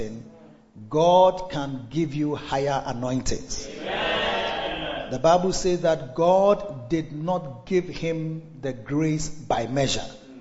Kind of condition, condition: setting, large echoing room